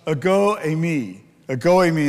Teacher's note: the emphasis is on the second syllable. So it's more appropriately pronounced ego emi.